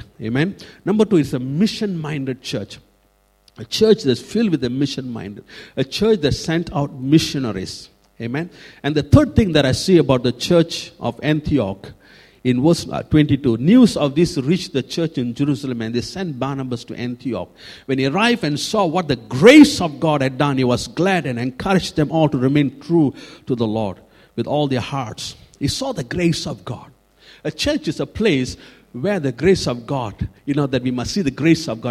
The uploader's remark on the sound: Recorded at freedomcentre church, Preston